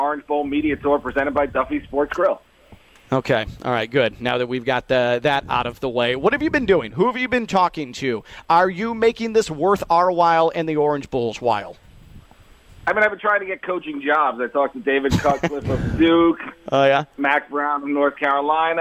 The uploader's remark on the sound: Live From ACC Media Days